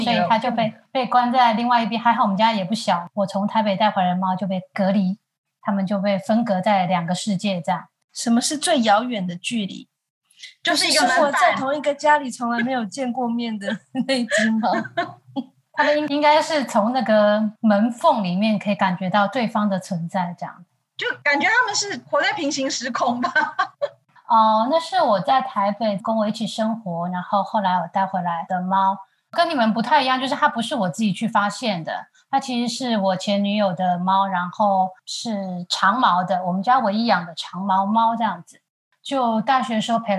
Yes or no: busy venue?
no